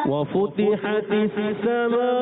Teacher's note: ایک الف کھینچنا بھی ہے مد کو کھینچنا بھی ہے جی مد کو کتنا دو ڈھائی الف کھینچ کر